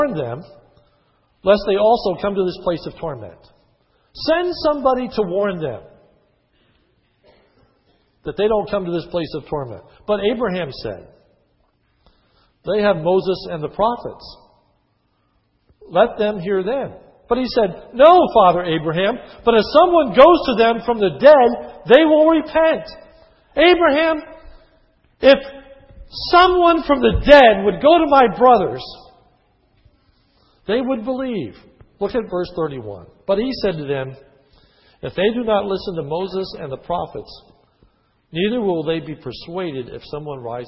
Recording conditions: large echoing room